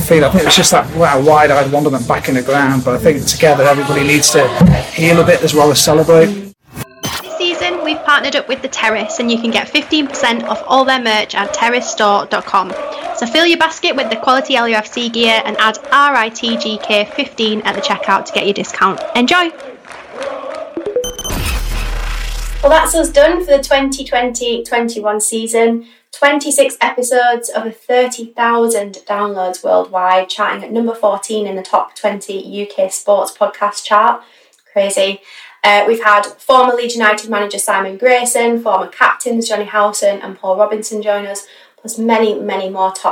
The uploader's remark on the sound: What better way to celebrate than us all coming together as a team for the first time this season and record our final podcast at the iconic Old Peacock Pub at Elland Road.